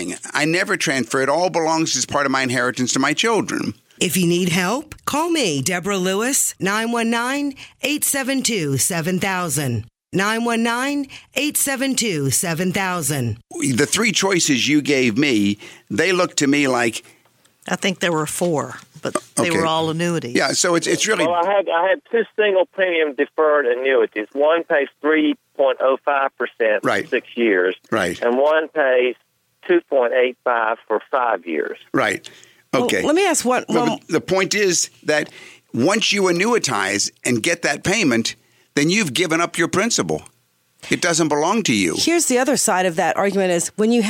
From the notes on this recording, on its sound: Financial planning call-in show.